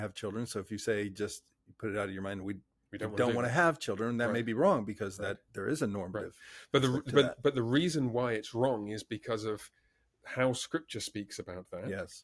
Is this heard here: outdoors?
no